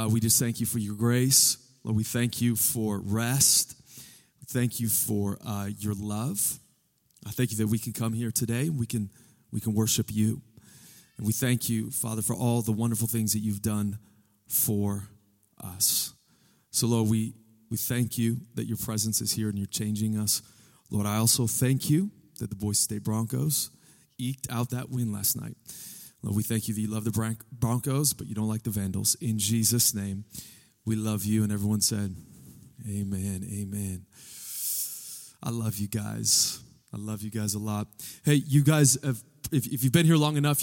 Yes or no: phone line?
no